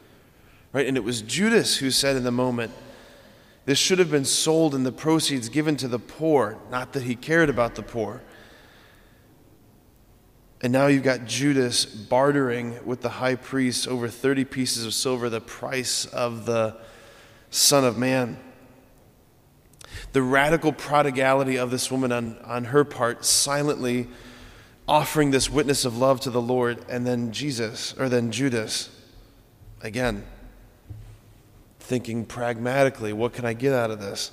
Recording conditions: large echoing room